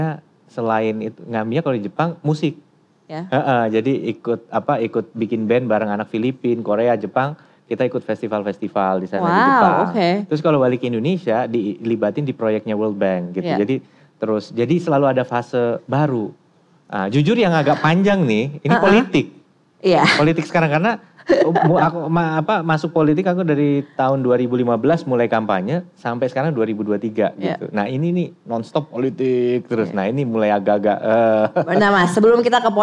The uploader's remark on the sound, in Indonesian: Live On Stage di Malang supported by BNI. Ngorbol Sore Semaunya Live On Stage Kota Malang.